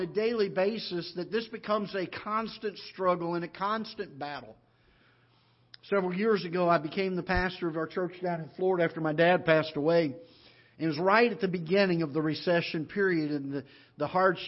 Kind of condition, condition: setting, large echoing room